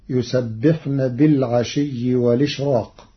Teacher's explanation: قرأ ورش كلمة والإشراق بنقل حركة الهمز إلى الساكن قبله مع حذفها، وليس لورش ترقيق في راء الإشراق لوقوع حرف الاستعلاء بعده، فتصير يسبحن بالعشي والإشراق.